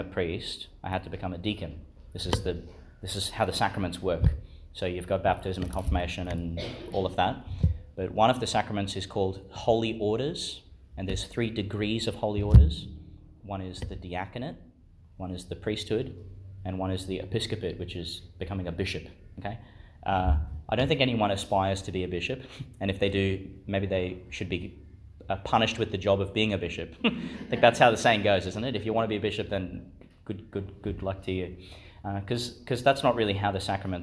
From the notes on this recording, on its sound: Homily for the Feast of Saint Lawrence, Deacon, Martyr, delivered in Chanel College Chapel, Gladstone.